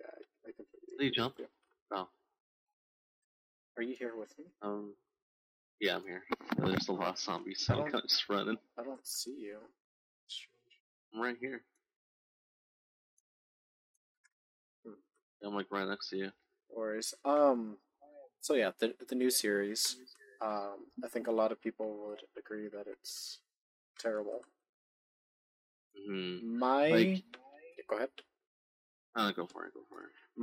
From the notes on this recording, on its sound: Excuse the poor audio and many other flaws. This is as amateur as can be.